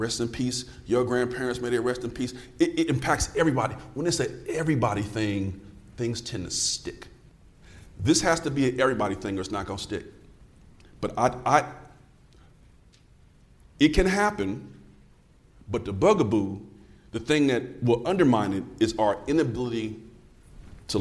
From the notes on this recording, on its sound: Science of Reading: The Podcast recently conducted its first ever taping in front of a live audience. In New Orleans at the Plain Talk About Literacy and Learning conference.